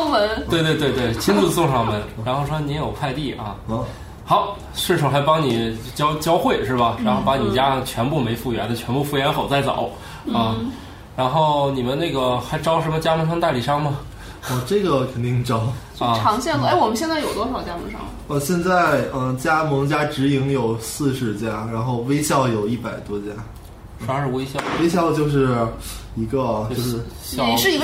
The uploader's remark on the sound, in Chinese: 本期节目为在张大妈办公区用录音笔录制，可能有街道上的杂音，请见谅。